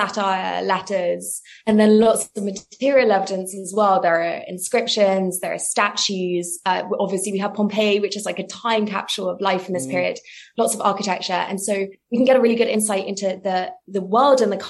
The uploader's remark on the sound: Got on the Zoom.